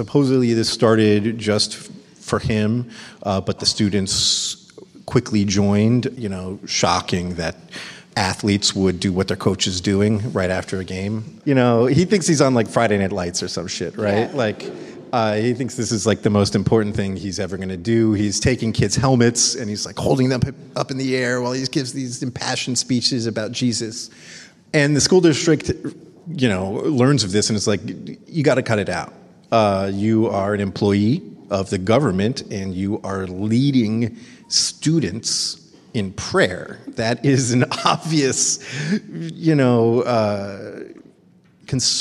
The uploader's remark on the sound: Live from the People's Parity convening in Washington, DC